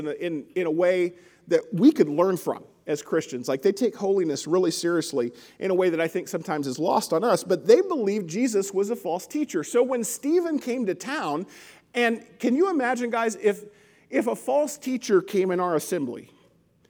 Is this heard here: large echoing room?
yes